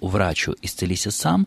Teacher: в конструкции «врачу исцелися сам» ударение в слове «врачу» используется только на первом слоге